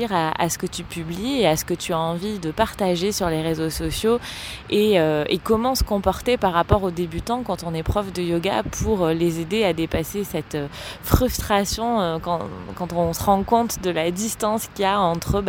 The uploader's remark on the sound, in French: Un épisode spontané enregistré sur les pieds dans le sable sur fond d'océan.